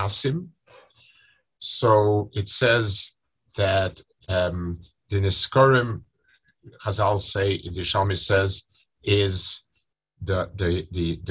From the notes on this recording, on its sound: Delivered over Zoom to Chullin Chaburah.